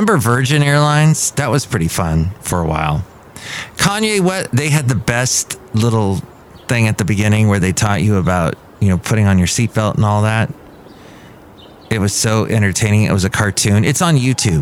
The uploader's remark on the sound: podcasts live from Café Anyway